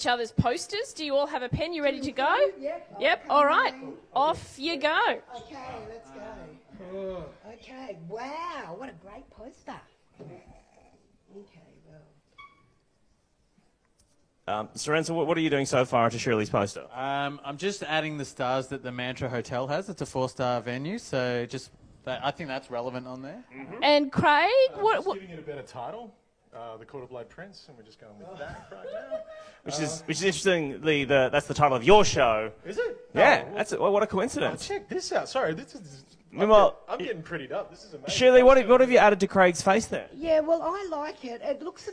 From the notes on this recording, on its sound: Live from Mantra on Russell. Six at 6 coming at you live every day of the Festival.